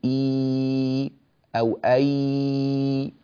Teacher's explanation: الذي يحدث هو رفع وسط اللسان. وسط اللسان من عند مخرج الياء إذا ارتفع تماما صار النطق بياء. لاحظوا عندما نقول إي أو أي، هذا المكان الذي ارتفع في وسط اللسان هذا هو هذا هو صوت الياء الخالص.